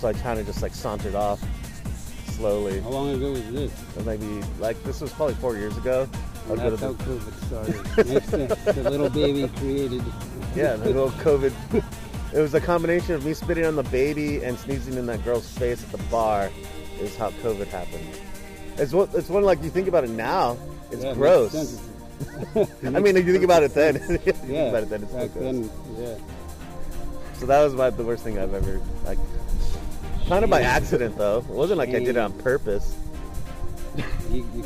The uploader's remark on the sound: We recorded ths episodeat the park.